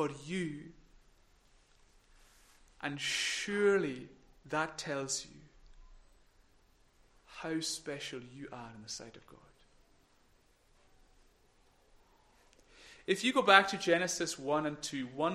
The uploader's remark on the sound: recorded at North Harris Free Church Sunday morning 19 September 2021